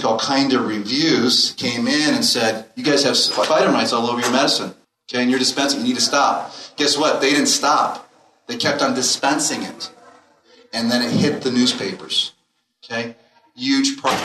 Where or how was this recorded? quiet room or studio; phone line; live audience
live audience